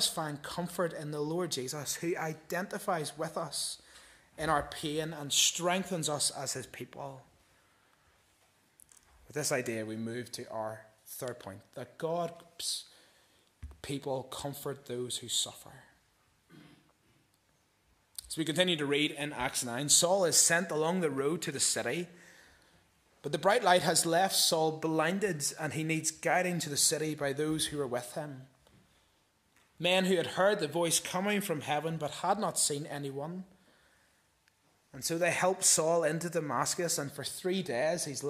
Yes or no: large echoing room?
yes